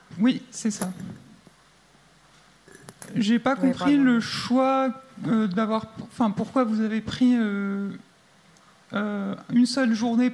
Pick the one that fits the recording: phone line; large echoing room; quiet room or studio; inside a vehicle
large echoing room